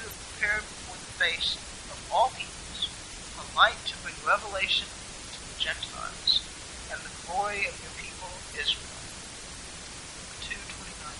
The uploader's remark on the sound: Apologies for the poor audio quality.